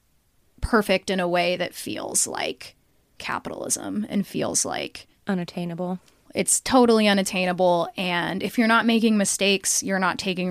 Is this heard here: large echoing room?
no